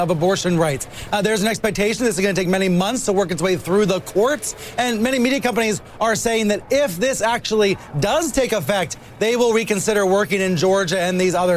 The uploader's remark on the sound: live from the New York Stock Exchange